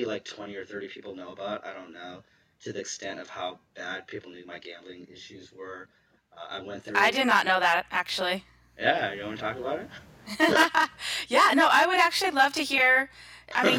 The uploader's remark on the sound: Struggled with some technical issues during this recording and the sound quality ebbs and flows more than I would have liked. The imperfect sound of this episode.